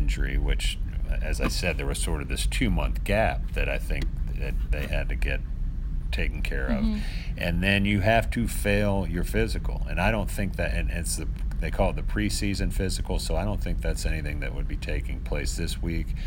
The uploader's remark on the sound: Live from Carolina Panthers' minicamp